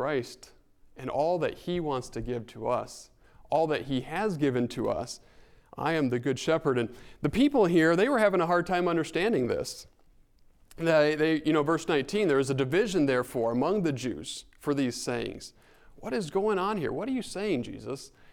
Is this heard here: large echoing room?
yes